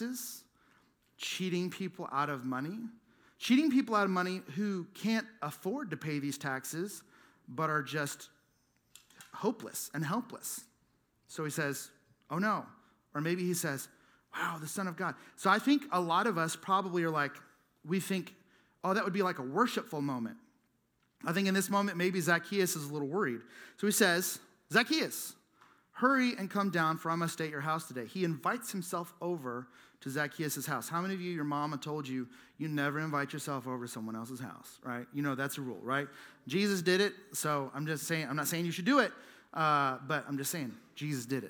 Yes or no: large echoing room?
yes